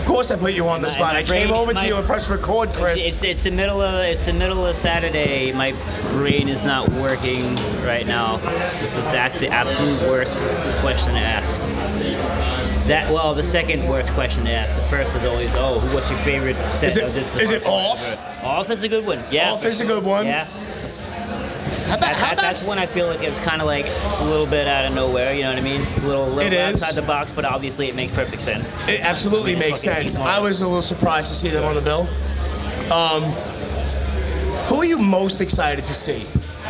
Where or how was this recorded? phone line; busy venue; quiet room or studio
busy venue